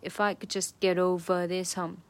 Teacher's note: 这个 over 这个 ver 是一个重读的音节